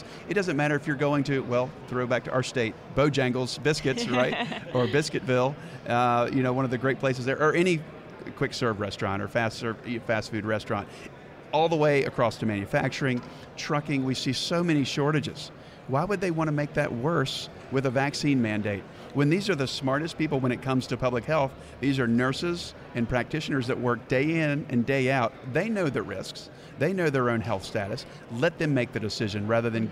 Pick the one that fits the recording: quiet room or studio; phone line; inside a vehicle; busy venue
busy venue